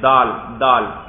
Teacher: زبان دیکھو سامنے والے اوپر والے دانتوں کے ساتھ ٹکرا کر ٹکراتی ہے، تو دال ادا ہوتا ہے